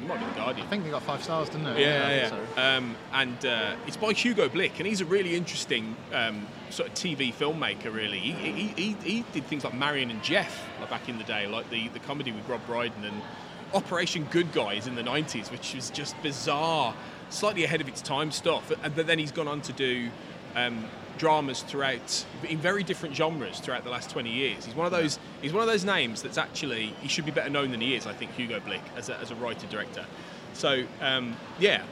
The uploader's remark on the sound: still broadcasting live from London (in this case Paddington station)